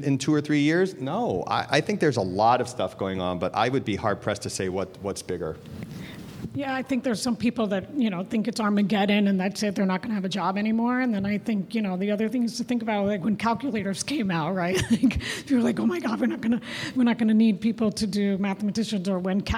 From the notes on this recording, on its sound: This recording is from Fintech Nexus USA held at the Javits Center in New York City on May 10-11, 2023. Session: "ChatGPT and Fraud/Scam Implications" from the Fraud Fight Club Track, sponsored by Mastercard.